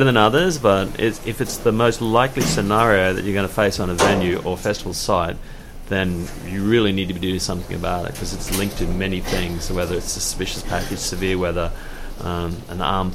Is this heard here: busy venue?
yes